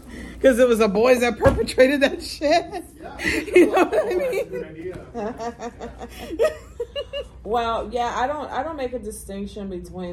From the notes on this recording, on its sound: Houston Horror Film Fest 2023. We did a live show at Houston Horror Film Festival with live audience interaction.